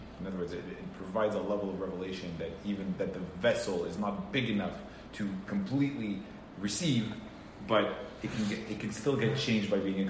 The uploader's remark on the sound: Recorded Live at Rohr Chabad NDG in Montreal, Canada on May 30, 2018